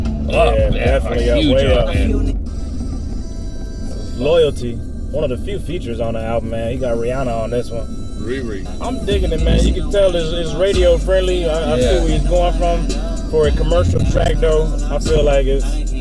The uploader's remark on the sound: as we were rollin in the car